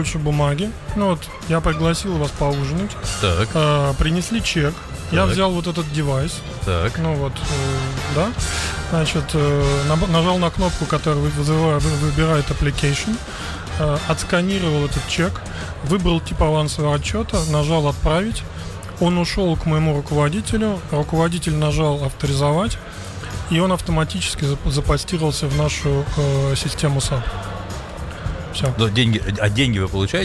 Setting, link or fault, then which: setting, busy venue